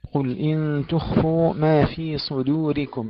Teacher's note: كلمة صدوركم تفخيم الصاد وترقيق الدال